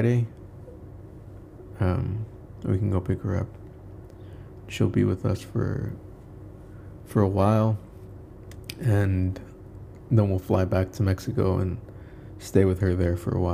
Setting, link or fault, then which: fault, background noise